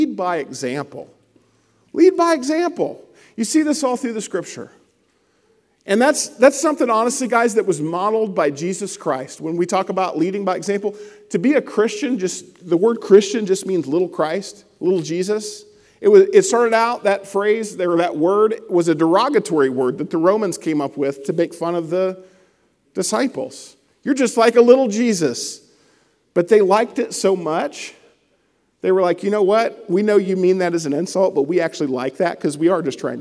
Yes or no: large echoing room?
yes